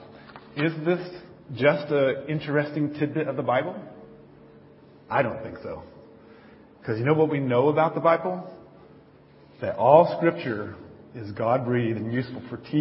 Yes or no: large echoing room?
yes